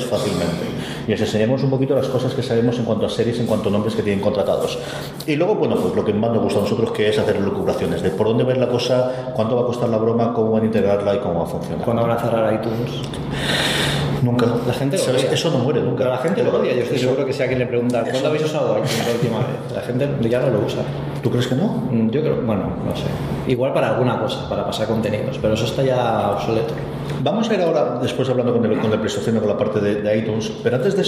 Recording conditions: live audience